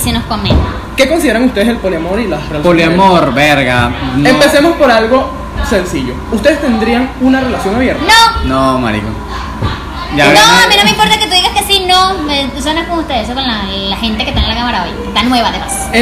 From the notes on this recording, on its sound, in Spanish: Disculpen el sonido, el aire acondicionado no se callaba.